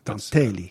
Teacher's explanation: the end of the word, the emphasis, the stress is on the first two syllables